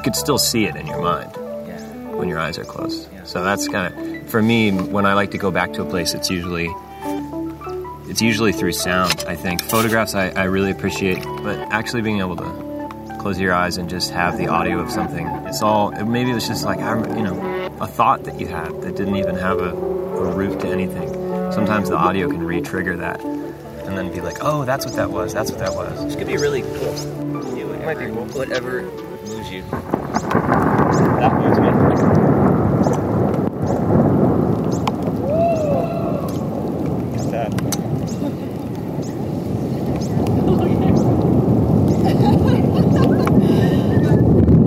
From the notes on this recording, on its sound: Field recordings and impressionist snapshots collected while canoeing down the Green River in Utah thru Canyonlands Nation Park